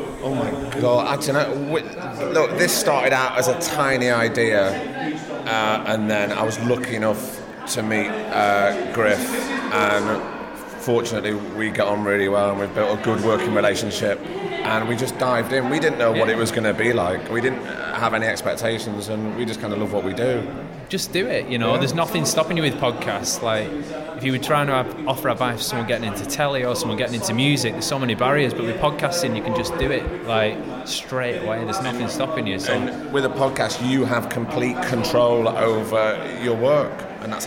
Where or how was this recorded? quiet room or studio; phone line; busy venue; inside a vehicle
busy venue